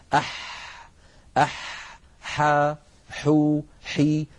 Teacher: حرف الحاء يا إخوة حرف عربي يخرج من وسط الحلق كما نعلم، والحاء فيها جريان للنفس وجريان للصوت.